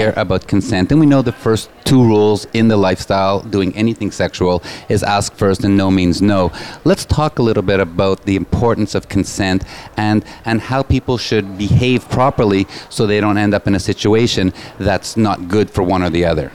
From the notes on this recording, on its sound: Live from Naughty in N'Awlins, the largest lifestyle convention for couples, in the world. With over 2,000 guests, this event is not only a full take over of three of the French Quarter's biggest hotels, it takes over Bourbon Street too.